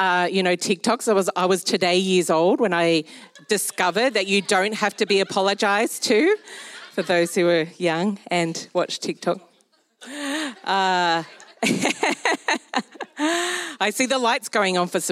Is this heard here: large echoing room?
yes